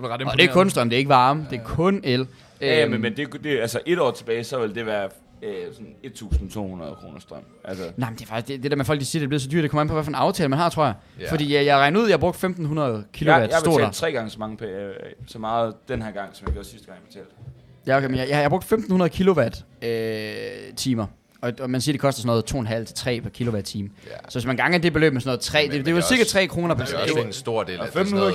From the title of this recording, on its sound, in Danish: Live Fra Guldgrillen!